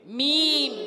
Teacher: اچھا آگے بڑھیں گے تو میم پر زبر ہے اور حمزہ کے نیچے زیر حرکات، حرکات کو بغیر کھینچے، بغیر جھٹکا دیے معروف ادا کرتے ہیں. میم کی ادائیگی ہوتی ہے دونوں ہونٹوں کے خشک حصے سے میم ادا ہوتا ہے